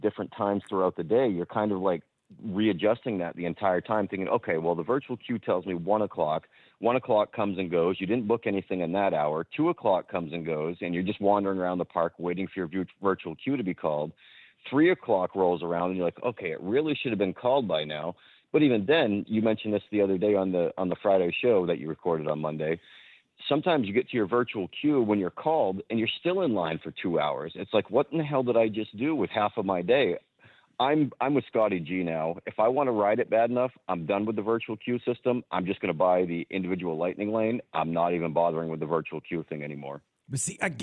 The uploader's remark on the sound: This is the Live Call-in Show from this past Sunday night. Was in the studio solo.